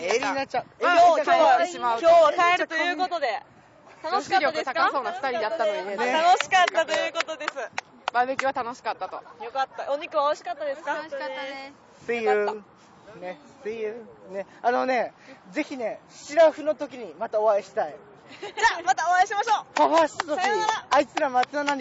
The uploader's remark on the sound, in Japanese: BBQ大会で酔いつつ。淀川河川敷でバーベキューをした一行。音量は収録中に危惧しているよりかは、なんとかというレベルまで抑えることに成功しました。